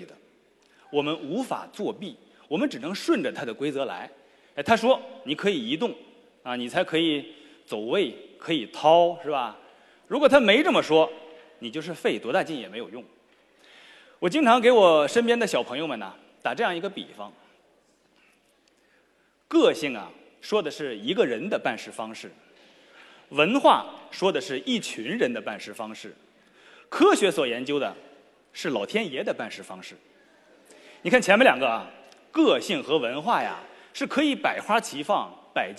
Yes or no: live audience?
yes